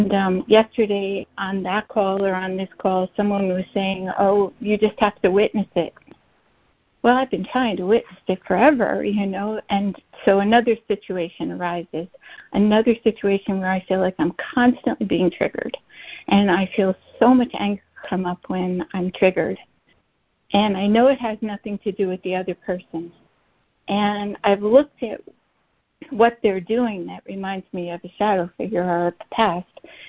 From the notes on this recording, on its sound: ACIM Daily Conference Call